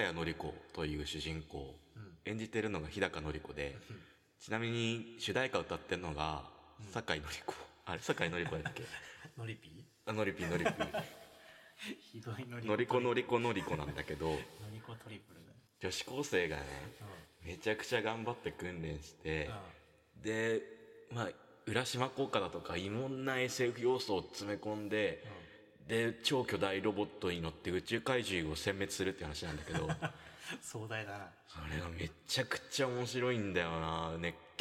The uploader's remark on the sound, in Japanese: 全編エコーがかかっていますが